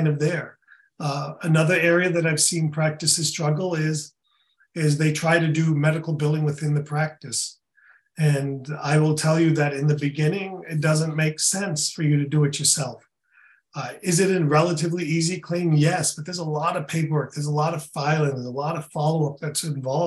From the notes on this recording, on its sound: In this webinar recording.